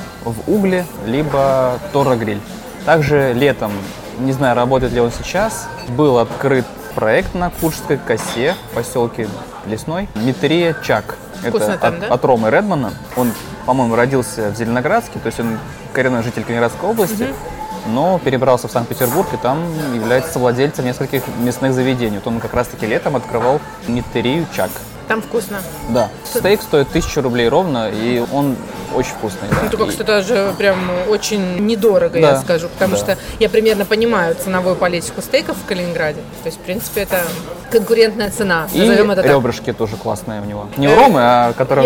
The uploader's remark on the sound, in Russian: Выпуск записан в ресторане Branch & Bowl в формате мукбанг